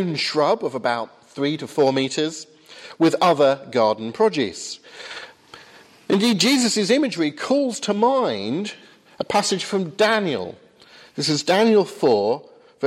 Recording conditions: large echoing room